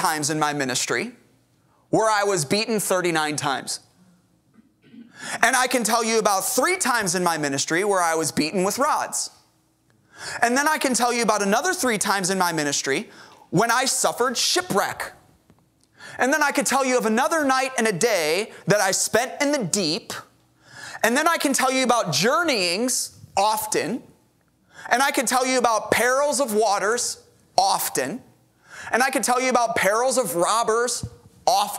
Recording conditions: large echoing room